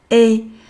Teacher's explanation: 发这个元音的时候，嘴呢是裂开的，呈一个微笑的形状